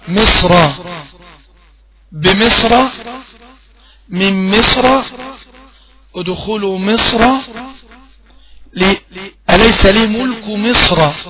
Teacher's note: في حال الوصل مصر الراء مفتوح والراء المفتوح مفخمة